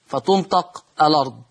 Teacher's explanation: تحذف الهمزة للتخفيف وناخد حركة الفتح ونضعها على اللام · Term: نقل حركة الهمز